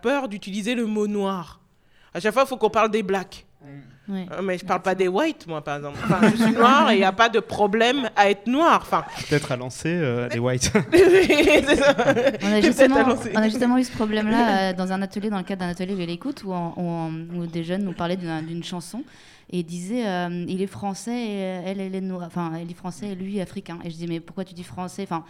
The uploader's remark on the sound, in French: Cette émission est enregistrée à la médiathèque Abdelmalek Sayad durant le Grand Festival, une semaine d’éducation et d’actions contre le racisme et l’antisémitisme au Musée National de l’Histoire de l’Immigration.